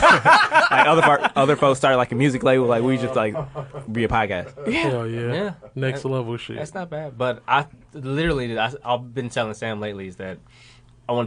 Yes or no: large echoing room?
no